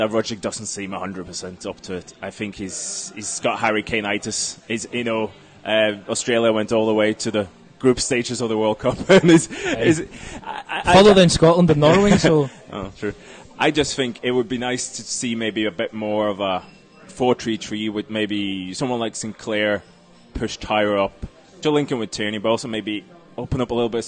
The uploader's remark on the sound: the fully unedited audio from Thursdays Post Match Press Conference